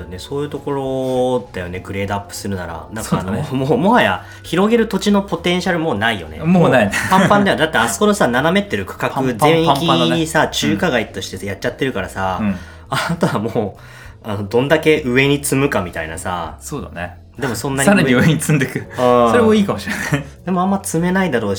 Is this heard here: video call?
no